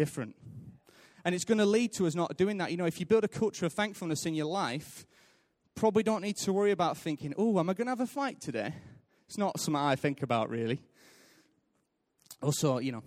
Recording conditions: large echoing room